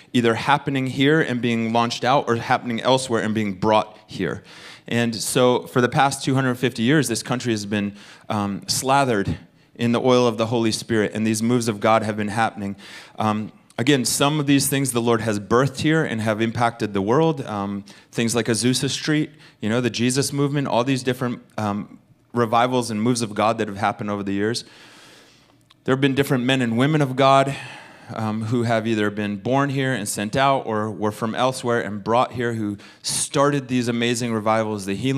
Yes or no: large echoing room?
yes